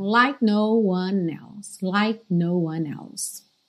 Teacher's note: É like, mas o E não é pronunciado e o próprio K não ganha aquela atenção toda